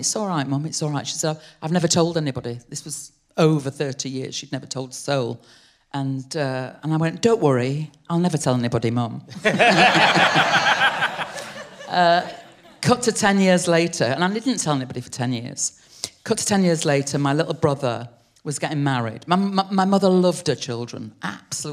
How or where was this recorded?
live audience